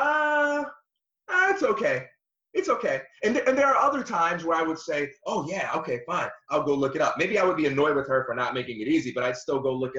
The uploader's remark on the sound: Some weird audio issues going on today, so we were forced to switch platforms and it resulted in some imperfections in sound.